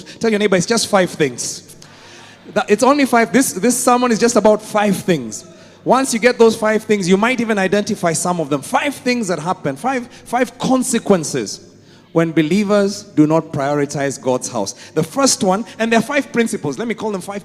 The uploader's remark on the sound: Preached at Worship Harvest Church, Kampala